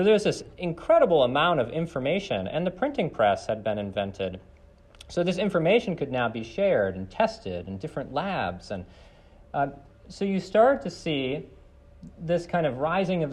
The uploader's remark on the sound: This lecture was given on November 28th, 2023, at Johns Hopkins University.